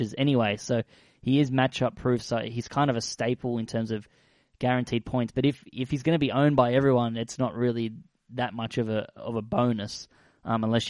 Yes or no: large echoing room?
no